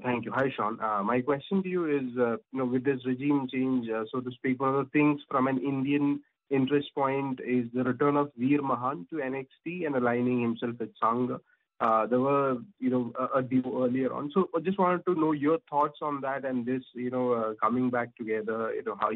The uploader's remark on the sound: NXT Takeover Halloween Havoc Media Conference Call. Speaks to media ahead of NXT Takeover Halloween Havoc!